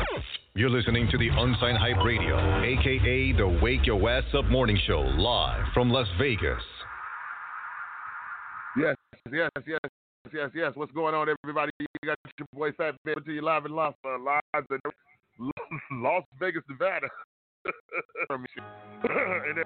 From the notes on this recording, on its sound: Da wake yo ass up morning show is broadcasting live this morning from las vegas nv. On a call in interview.